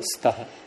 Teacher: अस्तः बनना चाहिए था लेकिन उसको छोटा कर दिया, लघु कर दिया, आकार को हटा दिया, तो स्तः। तो यहां वास्तव में ये लेश क्या है, · Term: लोप